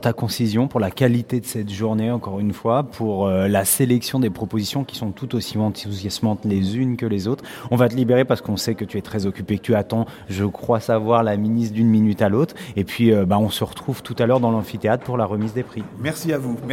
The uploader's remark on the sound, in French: enregistré à la Journée Nationale de l’Innovation 2017